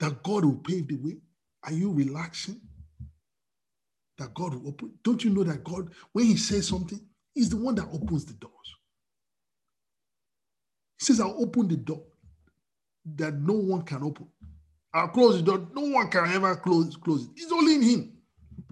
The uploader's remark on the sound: We are on Zoom now.